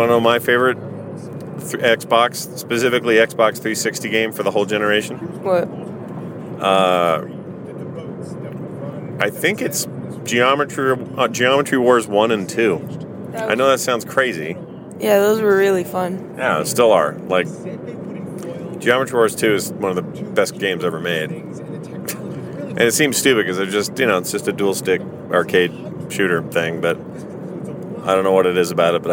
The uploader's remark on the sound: In the car